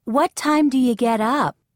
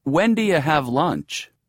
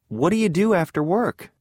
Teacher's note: Notice how we reduce do you to do ya in these questions.